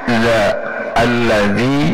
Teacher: Zal tidak ada desir sama sekali. La an wa idza allazi, jangan allazi, zi, jangan zi, desirnya tidak ada, sofirnya tidak ada, jadi cukup hanya za allazi. · Term: huruf zal